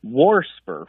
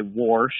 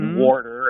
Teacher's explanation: Well, I've not heard WAST, but I'll tell you what kind of deviates a little bit more that I've heard is WARSPer, with an extra R thrown in there, kind of like, you know, I hear a lot of old folks say WARSH and things like WARTER, and so I hear that extra R get added occasionally. · Term: R insertion